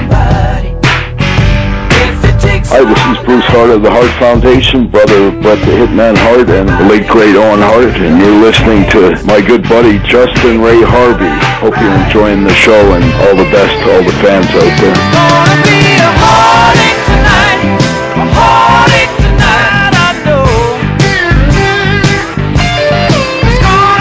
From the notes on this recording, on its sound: I sit down on the phone with my friend